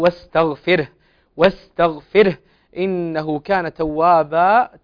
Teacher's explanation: لكن انتبه بارك الله فيك لترقيق الراء